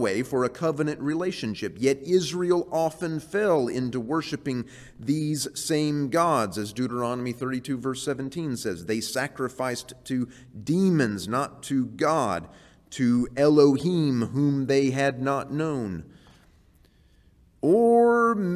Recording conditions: live audience